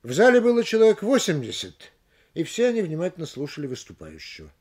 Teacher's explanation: В данном случае ударным словом перед запятой является слово 80, на нем и делается небольшое повышение. · Term: голосовую фигуру запятой